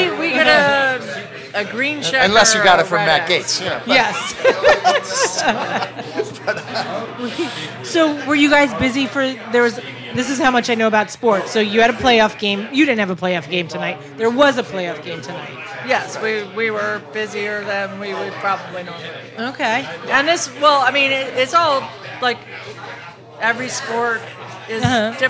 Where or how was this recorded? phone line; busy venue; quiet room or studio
busy venue